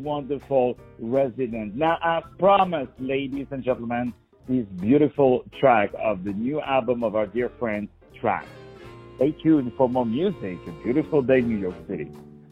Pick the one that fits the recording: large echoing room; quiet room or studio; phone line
phone line